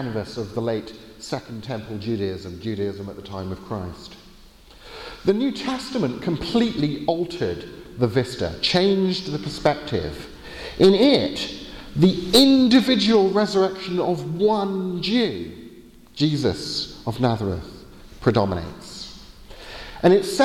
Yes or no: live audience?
yes